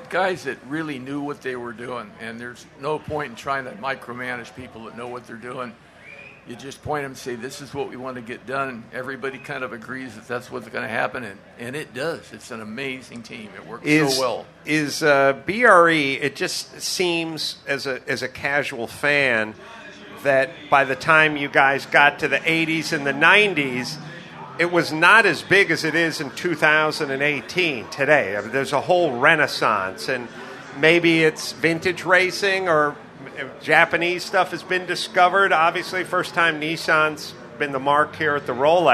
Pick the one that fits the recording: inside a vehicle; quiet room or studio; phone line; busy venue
busy venue